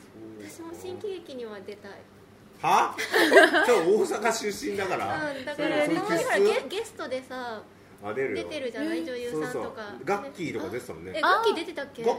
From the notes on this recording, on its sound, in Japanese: LIVE前にこっそりと会場で収録した回です。